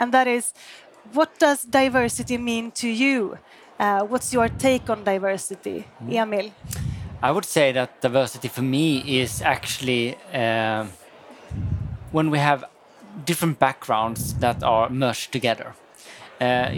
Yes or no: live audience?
yes